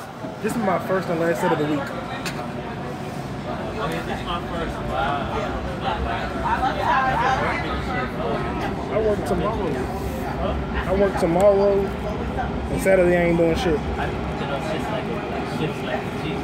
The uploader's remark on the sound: Multiple comics on a noisy train, very funny.